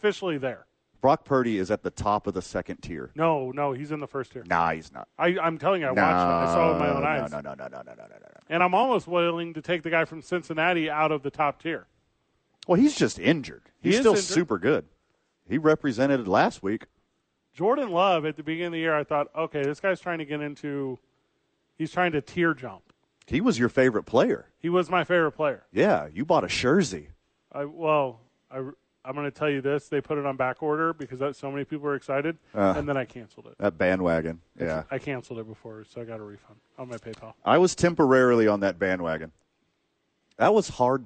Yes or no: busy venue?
yes